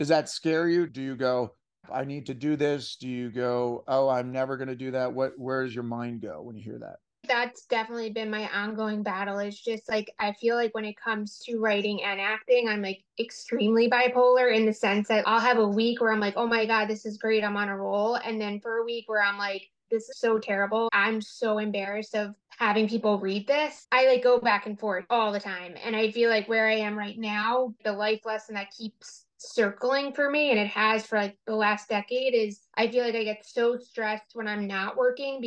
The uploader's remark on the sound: Today’s episode is pulled from one of the 10,000 NOs Insiders Community’s weekly Zooms